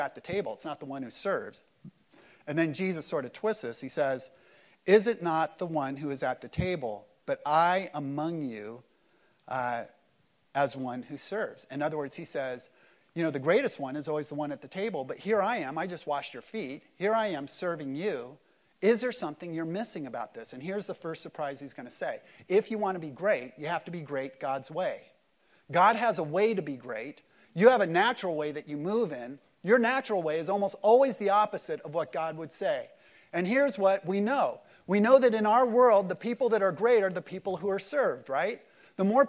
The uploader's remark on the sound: Easter service at Mariners Church Huntington Beach